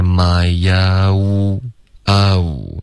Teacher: my own 这段没有动嘴唇，应该是 my own,你要嘟嘴，导致一个滑动